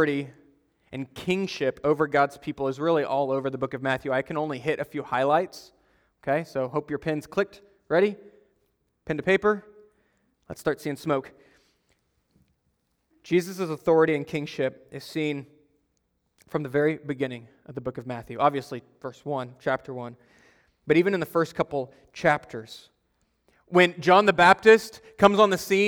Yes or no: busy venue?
no